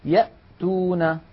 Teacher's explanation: نلاحظ بأن الهمزة من أقصى الحلق